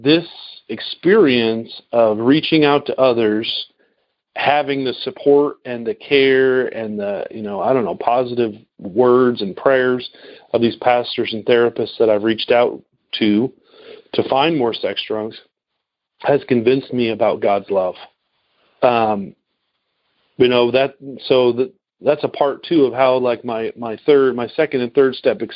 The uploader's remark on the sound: Noon Phone Speaker Meeting